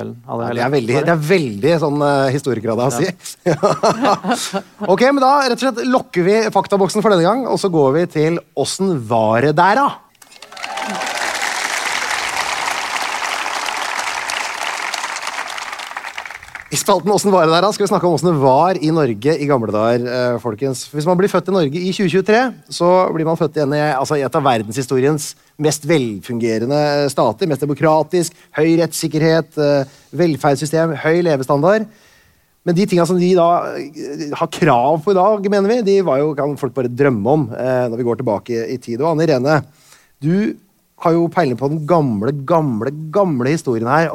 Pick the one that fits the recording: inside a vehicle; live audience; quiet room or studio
live audience